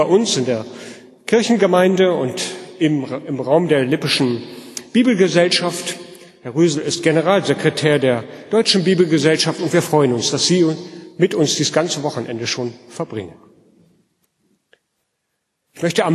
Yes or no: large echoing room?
yes